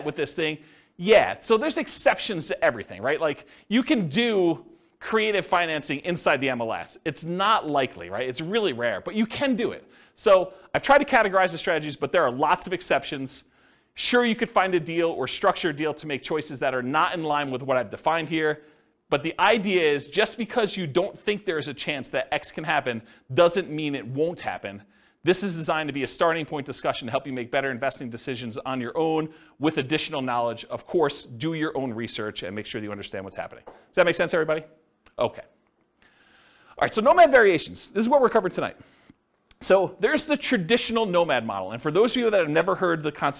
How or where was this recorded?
live audience